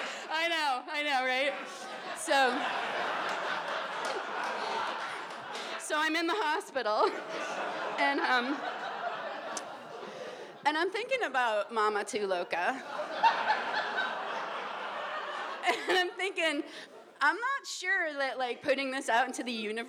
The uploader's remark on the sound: These stories were recorded in front of a live audience on April 6th, 2019 at Provincetown Theater in Cape Cod, Massachusetts.